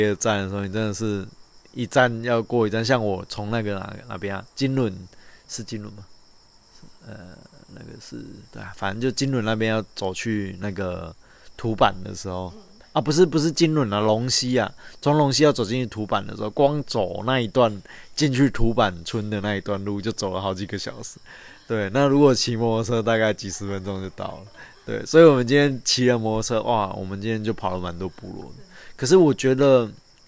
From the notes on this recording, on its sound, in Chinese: 鐵路環島從台東到鹿野。由於會是在旅程途中錄製。錄音品質上麻煩大家多多包涵。